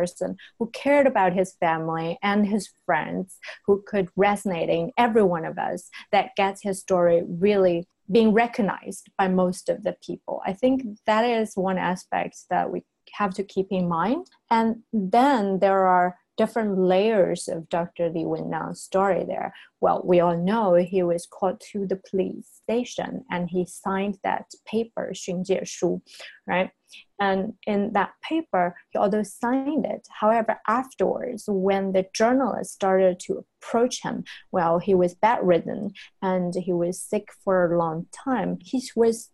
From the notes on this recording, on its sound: The Office of Diversity Initiatives of Shanghai New York University (NYU Shanghai) organized an online panel discussion.